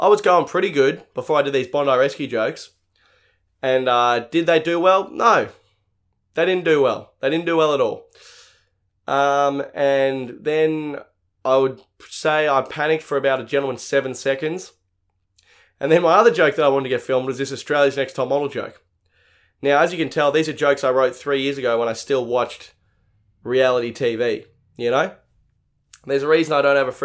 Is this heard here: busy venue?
no